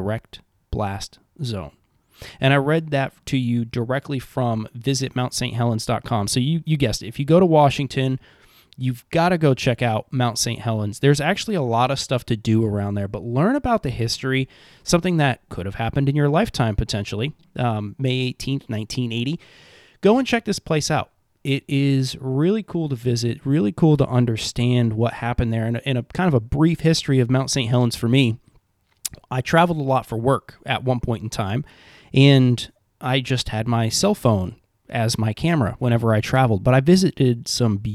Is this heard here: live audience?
no